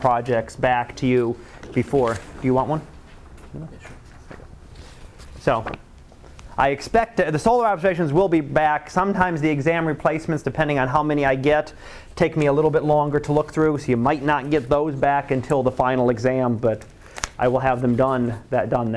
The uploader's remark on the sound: Live Class Lecture